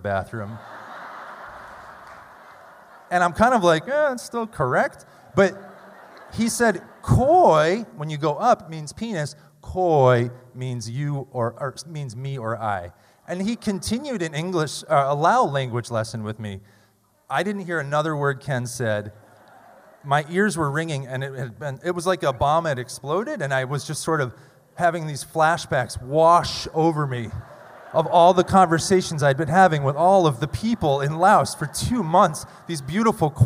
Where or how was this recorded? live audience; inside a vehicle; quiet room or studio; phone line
live audience